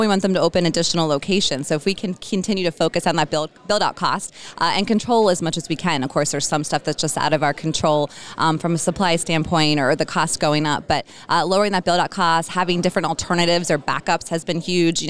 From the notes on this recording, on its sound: Joined me at the Restaurant Leadership Conference recently.